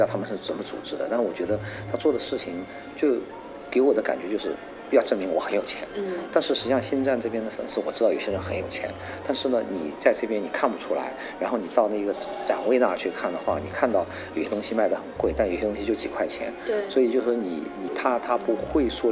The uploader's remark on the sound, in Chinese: 我们在佛罗里达奥兰多的星战全球粉丝大会的现场